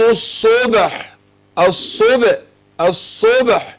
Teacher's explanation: الصبح القلقلة بتبقى قريبة الفتح